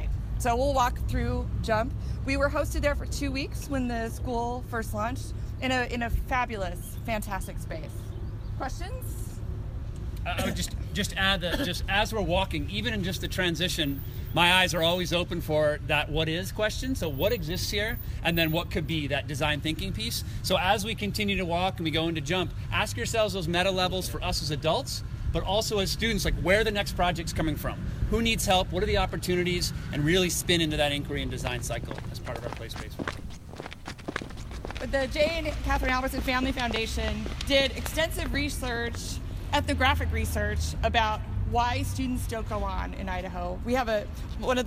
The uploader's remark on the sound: take you on a walking tour of downtown Boise